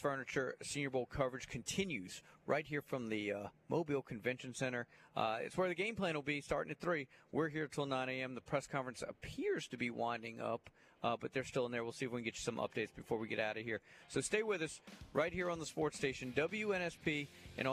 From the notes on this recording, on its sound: LIVE from day two of The Senior Bowl!